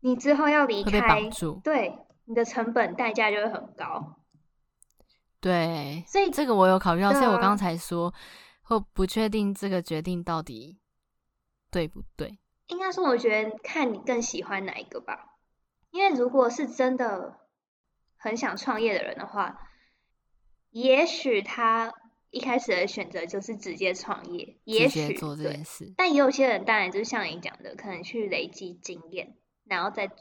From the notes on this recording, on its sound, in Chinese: 這集錄製時有不可抗力之噪音，深感抱歉